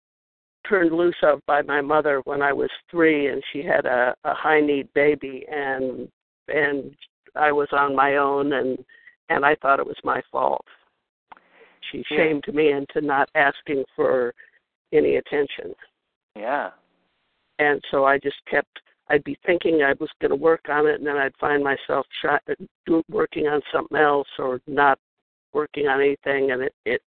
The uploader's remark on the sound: Live Q&A Calls